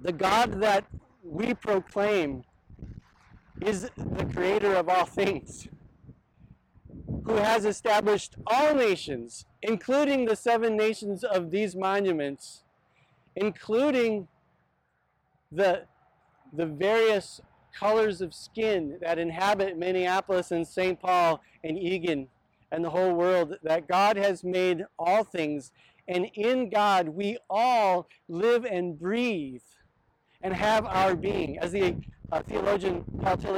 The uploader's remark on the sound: This sermon was filmed on location at Oheyawahi/Pilot Knob in Mendota Heights, MN.